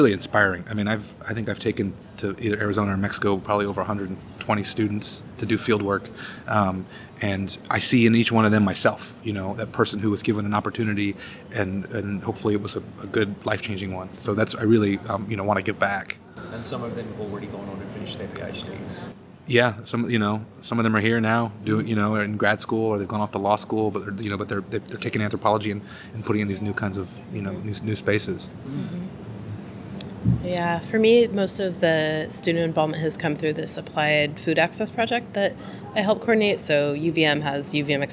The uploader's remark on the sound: We’ve got a roving mic on the loose. Roamed the halls of the 2019 joint meeting of the American Anthropological Association and Canadian Anthropology Society in Tkaronto/Toronto.